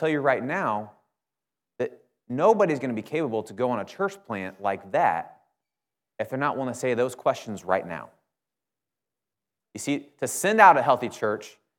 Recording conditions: large echoing room